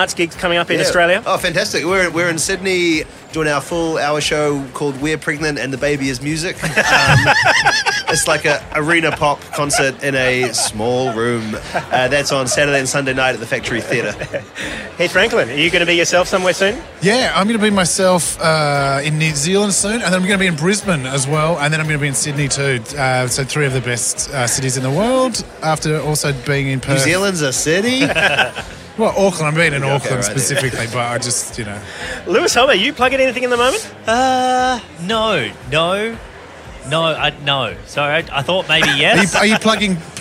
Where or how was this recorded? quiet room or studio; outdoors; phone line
outdoors